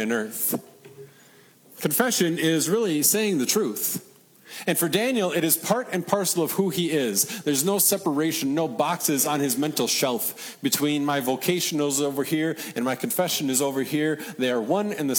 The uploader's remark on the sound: Regional Reformation Festival sermon preached at Peace (ELS) in Deshler, OH.